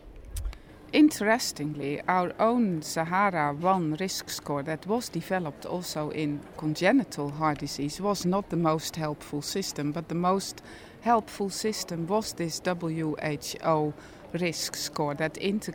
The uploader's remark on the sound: This podcast was recorded at the European Society of Cardiology Annual Scientific Sessions, Barcelona Spain, August 31, 2014.